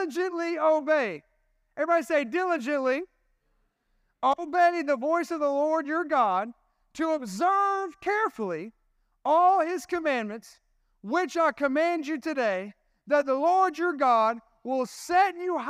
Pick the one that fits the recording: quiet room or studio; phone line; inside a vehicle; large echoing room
large echoing room